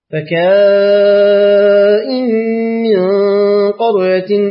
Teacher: قرأ ابن كثير لفظ كائن بإثبات ألف بعد الكاف بعدها همزة مكسورة · Term: مد كائن